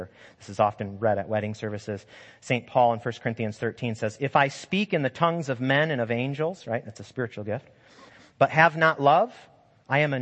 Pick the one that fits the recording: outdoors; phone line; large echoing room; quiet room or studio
large echoing room